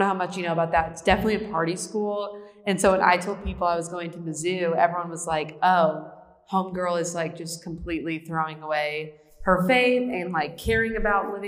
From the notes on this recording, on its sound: The DZ goes live at The University of Mount Union. Travel to The University of Mount Union for their One Voice Speaker Series. Take some live Q&A from students.